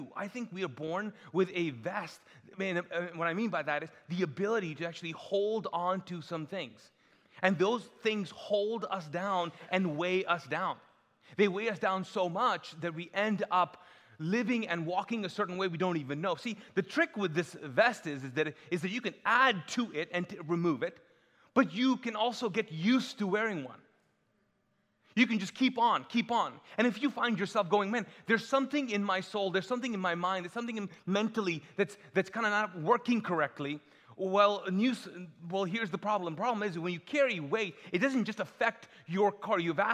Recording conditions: large echoing room